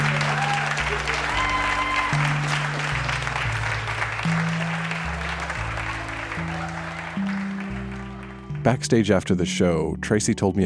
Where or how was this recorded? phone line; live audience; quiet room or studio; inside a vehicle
live audience